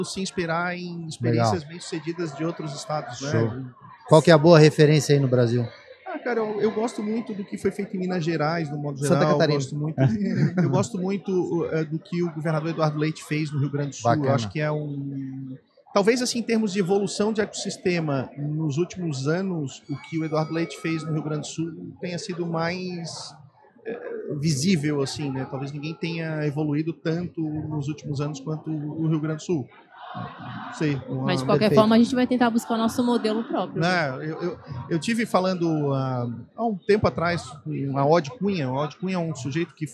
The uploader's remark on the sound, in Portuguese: Este episódio é parte de uma série "pocket" gravada durante o Startup Summit 2023, uma colaboração entre a Invisto e o Economia SC.